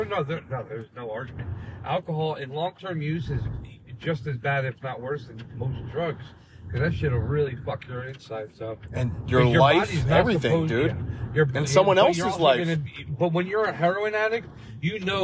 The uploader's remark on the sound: we’re in the car